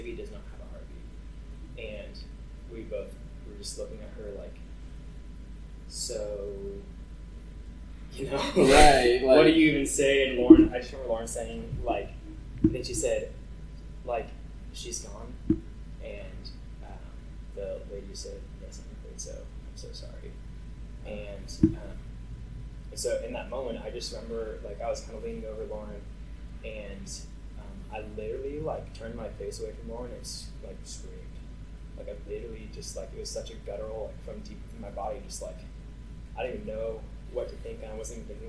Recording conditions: poor sound quality